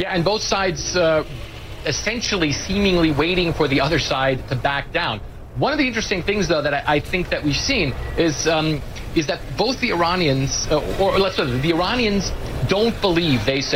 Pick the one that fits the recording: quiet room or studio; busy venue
busy venue